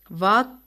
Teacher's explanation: கீழ் உதட்டில் மேல் பல் பொருந்த உச்சரிக்கின்றோம். அதனால் இதனை உதட்டுப்பல் ஒலி என்பர்.